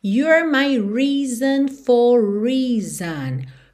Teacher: You're my reason for reason. For, termina em R, reason, começa em R, ele juntou tudo num R só.